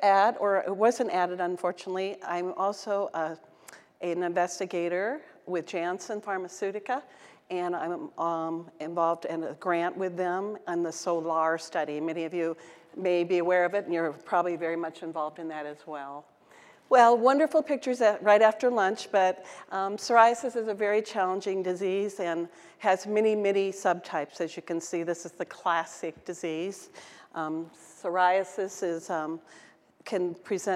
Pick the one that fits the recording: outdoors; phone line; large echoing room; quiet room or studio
large echoing room